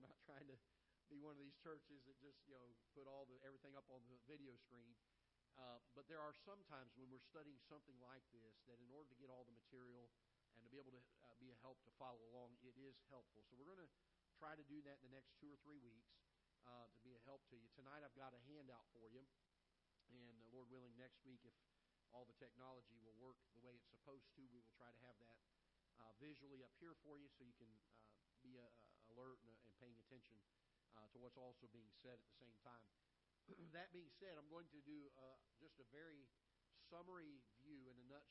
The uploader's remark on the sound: Ketha Heights Baptist Church ~ Live Broadcast